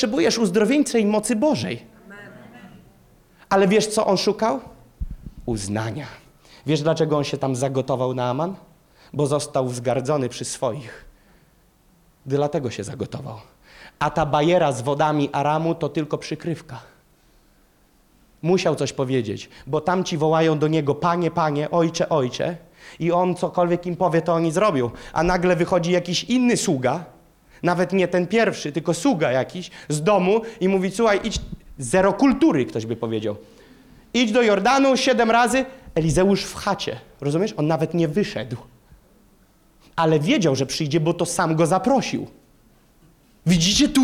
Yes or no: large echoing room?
yes